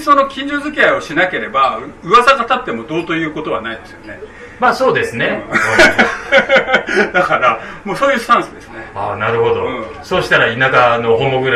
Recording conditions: live audience